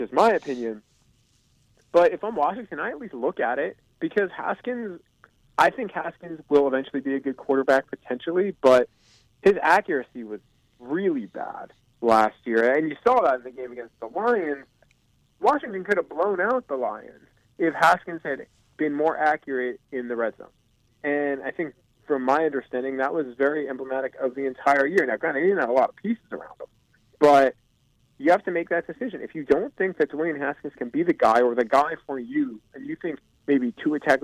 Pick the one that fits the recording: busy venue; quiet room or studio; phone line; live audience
phone line